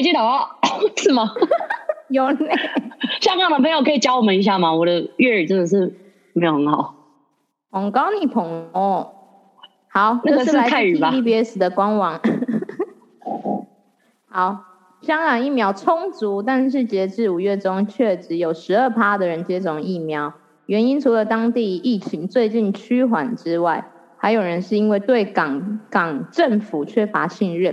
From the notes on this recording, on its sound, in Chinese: 因為疫情的關係無法見到彼此，所以在疫情緩和之前我們都會使用遠端錄音，音質可能沒有在錄音室（儲藏室XD）錄得這麼好。